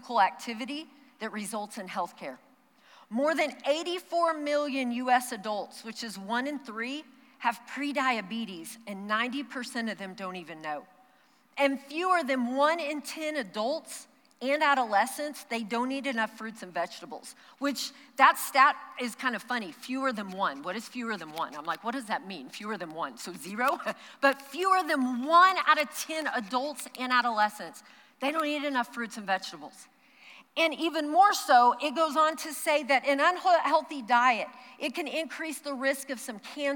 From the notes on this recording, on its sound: Recorded live during our Wednesday night service